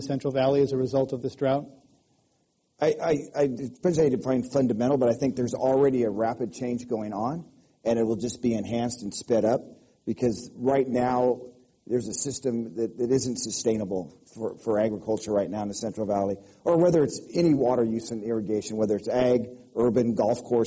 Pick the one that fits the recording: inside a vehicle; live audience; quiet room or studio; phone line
live audience